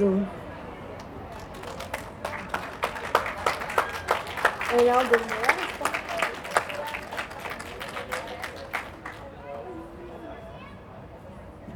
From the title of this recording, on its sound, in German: O-Ton] LEFÖ-Kundgebung am internationalen Hurentag 2. Juni 2023 in Wien